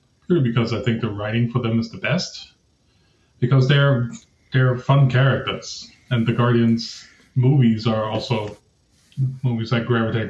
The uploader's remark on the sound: Apologies for the sound quality on this episode, we should be back to normal with the next one.